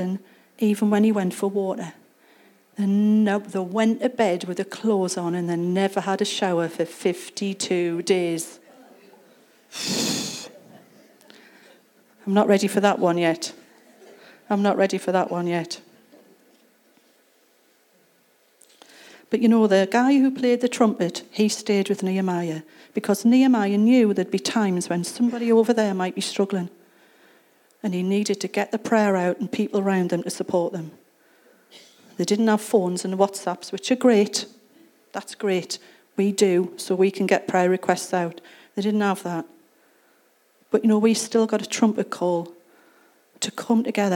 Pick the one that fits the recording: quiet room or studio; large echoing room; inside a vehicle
large echoing room